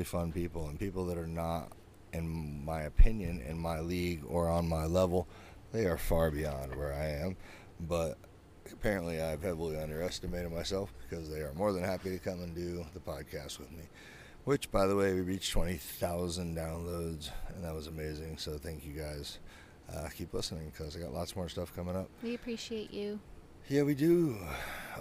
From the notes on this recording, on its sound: This week we recorded while #vanlife-ing it in the beautiful town of Tarpon Springs on the West Coast of Florida.